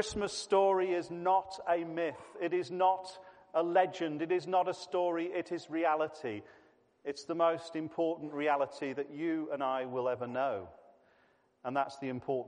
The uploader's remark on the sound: This was a family service